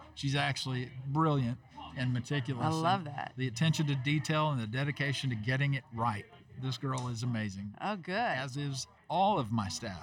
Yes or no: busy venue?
yes